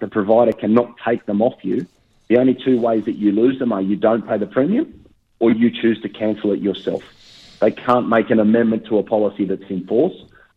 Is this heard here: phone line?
yes